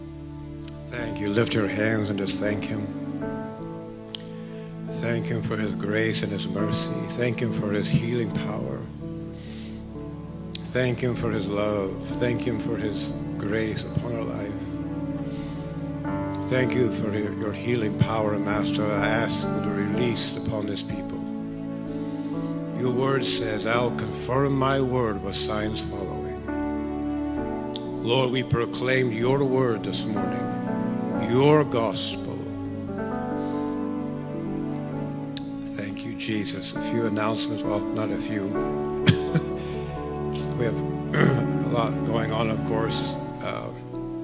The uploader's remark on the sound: Live from The Summit Church in Dover, OH. Sunday Morning at The Summit.